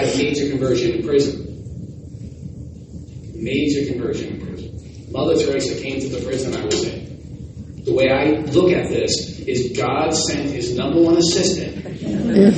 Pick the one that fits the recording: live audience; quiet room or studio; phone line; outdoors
live audience